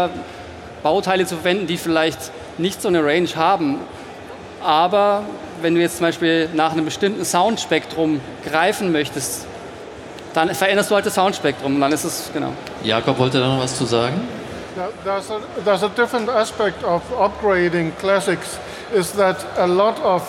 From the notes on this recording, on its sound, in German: Studioszene19 Live. Unser erster Podcast, live von der Studioszene.